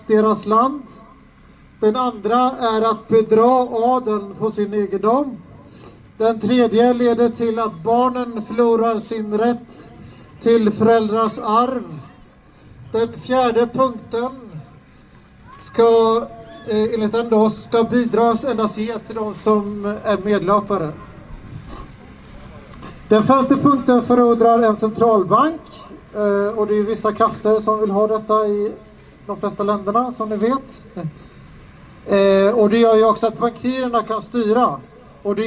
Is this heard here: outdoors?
yes